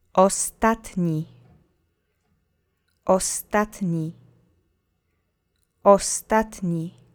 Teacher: Accent is on the middle syllable.